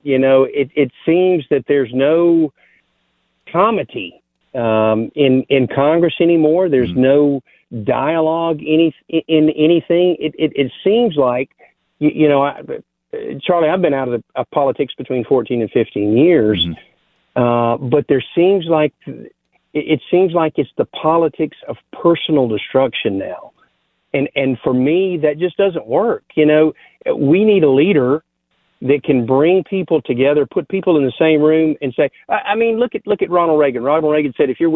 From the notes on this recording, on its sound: You Call In With Your Thoughts. More Call Ins.